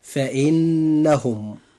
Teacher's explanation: نجد النون في كلمة فإنهم، هذه النون مشددة، وهذه النون يجب إظهار غنها بمقدار حركتين · Term: غنة مشددة